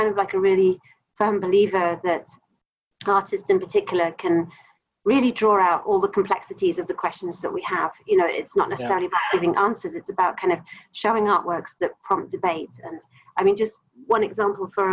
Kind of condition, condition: link, video call